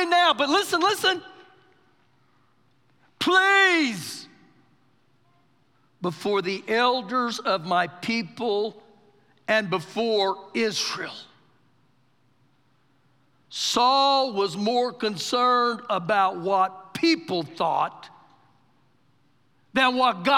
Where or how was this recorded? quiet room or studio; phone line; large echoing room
large echoing room